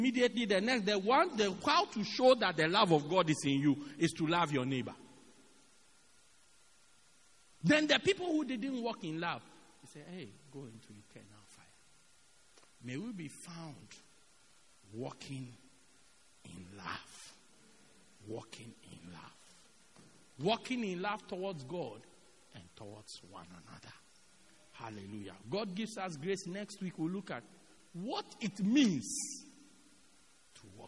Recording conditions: large echoing room